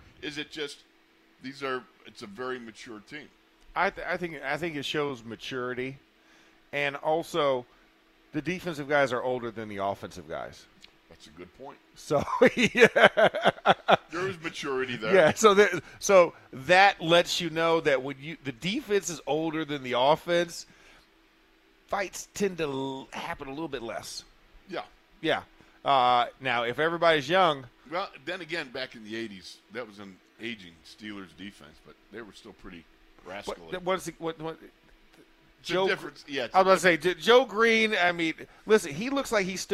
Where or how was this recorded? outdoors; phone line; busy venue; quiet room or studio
busy venue